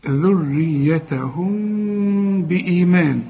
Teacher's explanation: اوعى تقول لي ذريتهم وتقفل شفايفك، انفراج في الشفايف. ما تضمش شفايفك على بعضها إذا لقيت ميم في القرآن بدون تشكيل بعدها به، زي اللي معانا الأولى تقفل فيها شفايفك واتبعتهم، لكن الميم التانية هنخفيها ويبقى فيها هن ذريتهم. · Term: اخفاء شفوي